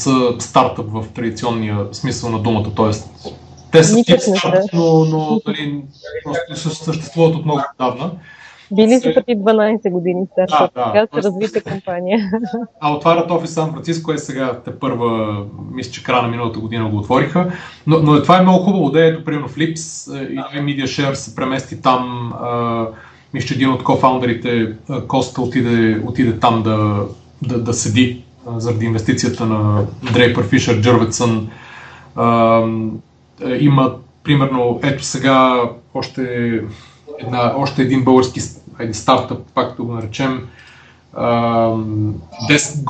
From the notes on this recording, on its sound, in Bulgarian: Поради ред технически провали не се гордеем особено много с качеството на записа